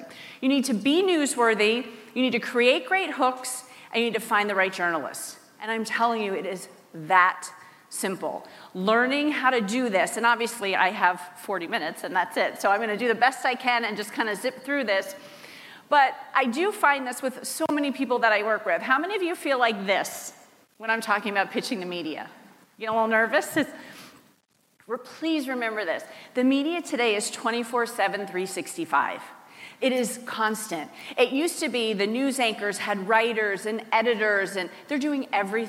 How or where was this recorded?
live audience